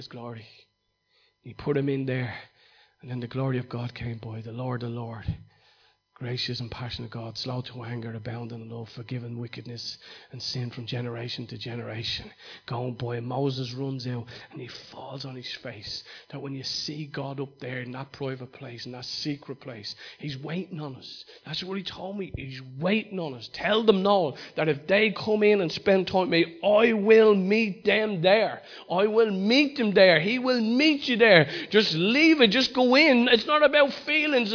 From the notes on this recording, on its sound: Recorded live in Liberty Church in 2019